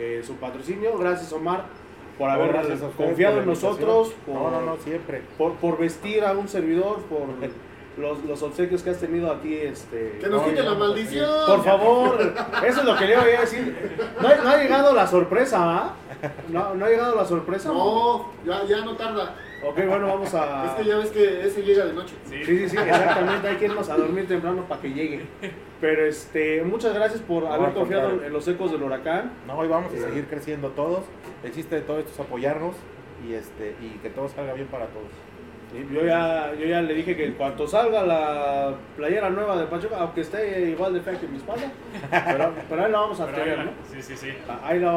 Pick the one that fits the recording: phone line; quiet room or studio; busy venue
busy venue